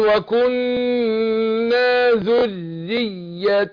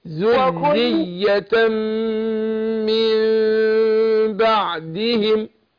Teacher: والراء مرققة مع التشديد